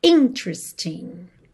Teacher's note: E atenção à sílaba tônica dessa palavra, que é a primeira, hein?